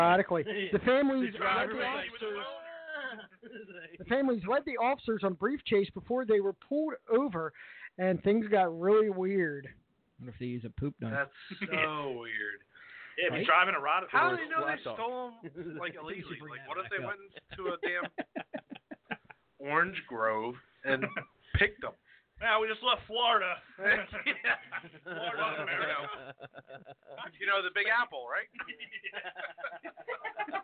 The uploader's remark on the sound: calls in live from Super Bowl 52